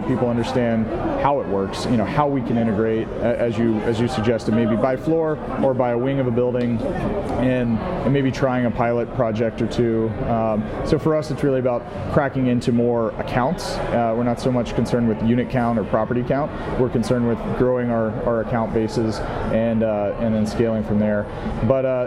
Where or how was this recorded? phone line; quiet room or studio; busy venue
busy venue